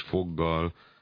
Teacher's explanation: akkor valójában nem ejtünk ott V-t, hanem cserébe a V kimarad, ugye al-el lesz a tornadék, és cserébe a G-t hosszan ejtjük. · Term: pótlónyúlásnak